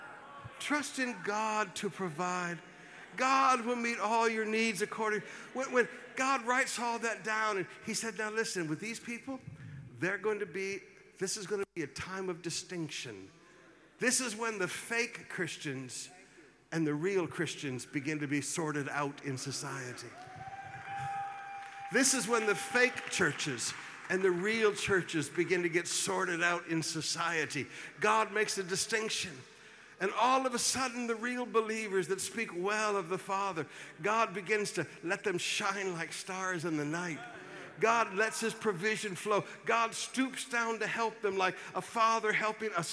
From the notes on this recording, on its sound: Preached at the Qodesh